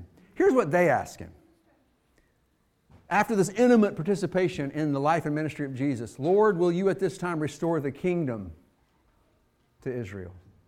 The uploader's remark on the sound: Fuquay-Varina church of Christ sermon audio from Sunday, January 21, 2024.